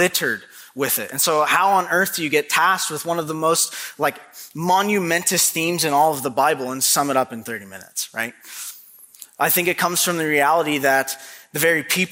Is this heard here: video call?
no